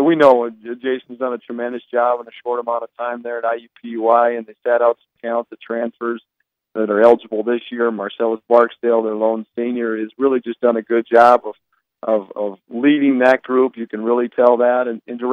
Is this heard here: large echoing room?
no